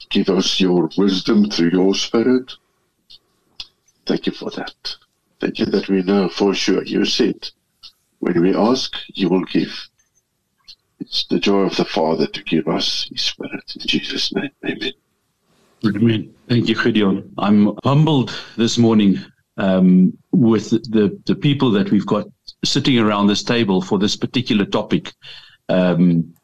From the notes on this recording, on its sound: The Transformation Table Zoom Meeting on the 13 Jul 2023.